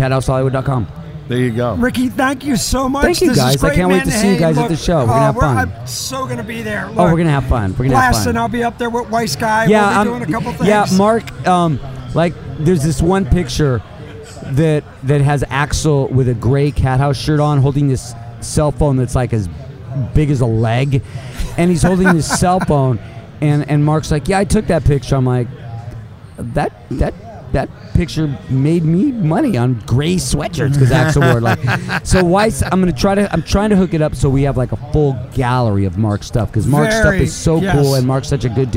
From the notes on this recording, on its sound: Recorded live at the NASHVILLE ROCK ‘N’ POD EXPO 2023.